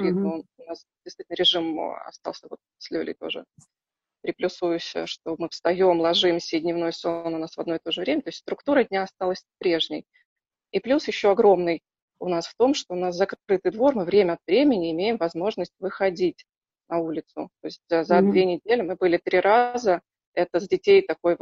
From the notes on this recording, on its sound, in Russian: Записан в Zoom. Мы сидим в режиме самоизоляции.